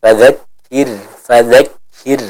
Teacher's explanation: Yang pertama pada kata fadzakir, maka huruf ra di sini dibaca dengan tipis. Kenapa? Karena dia sukun dan didahului oleh huruf yang berharakat kasrah